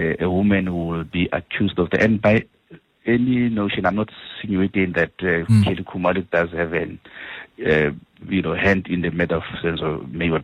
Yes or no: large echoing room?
no